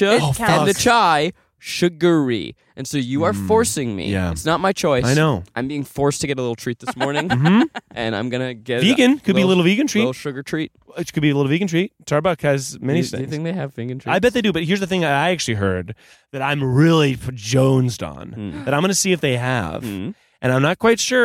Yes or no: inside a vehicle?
yes